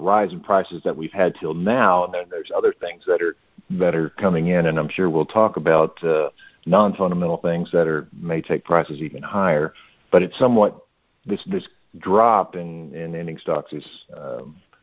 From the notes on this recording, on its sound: Monthly Conference Call On Cotton.